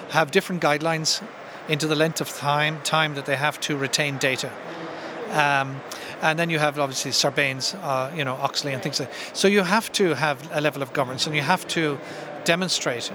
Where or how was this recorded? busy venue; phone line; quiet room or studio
busy venue